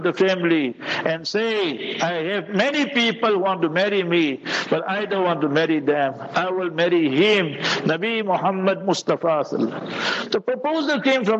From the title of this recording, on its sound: Jumah Lecture at Rainbow Masjid